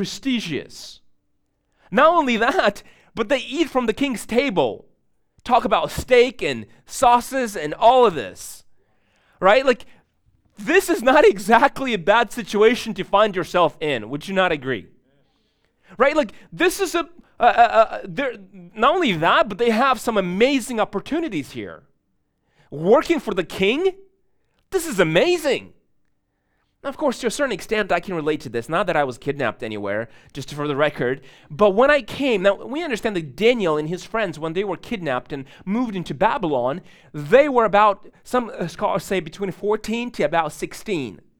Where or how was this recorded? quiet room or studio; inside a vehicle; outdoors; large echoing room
large echoing room